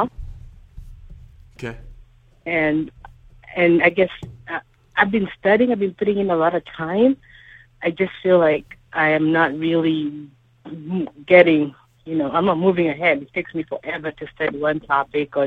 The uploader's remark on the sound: Live Calls